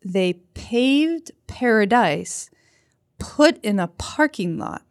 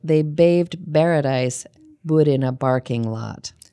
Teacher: what you want to do with the p sound is to make sure that it has that puff of air · Shown in: first take · It's they paved paradise, put in a parking lot. · Term: aspirate